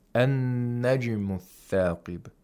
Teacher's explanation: you should not trap the sound of jim in its place of articulation. You should allow it to bounce back.